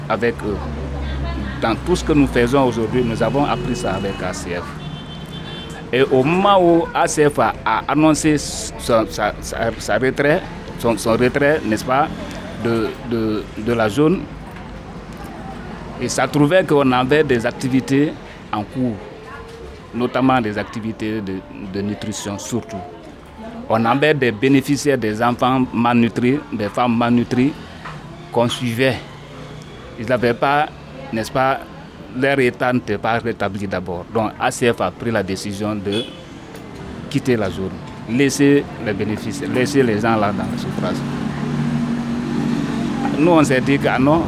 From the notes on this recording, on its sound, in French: Nous avons rencontré cette initiative liée à l'alimentation durable lors de notre voyage à vélo en Afrique. Le podcast a été enregistré en pleine rue, la qualité de son est donc peut-être moins bonne que d'habitude.